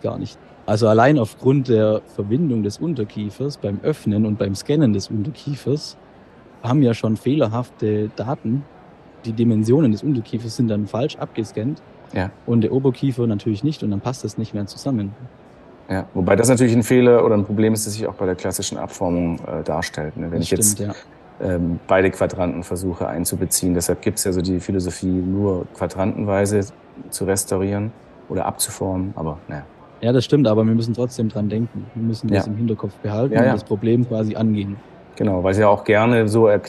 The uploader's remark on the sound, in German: Live auf der IDS 2023 in Köln